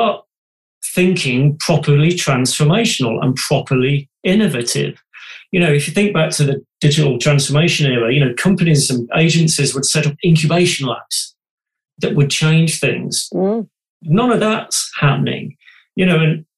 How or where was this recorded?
video call